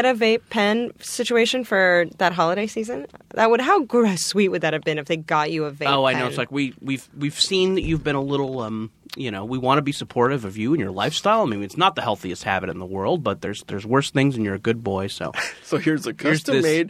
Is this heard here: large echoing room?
no